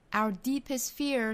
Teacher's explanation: 把重点放到后面这个 deep 的音节上